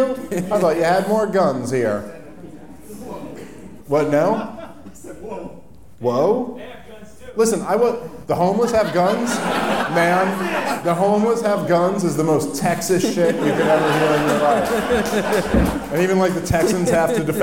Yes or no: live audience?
yes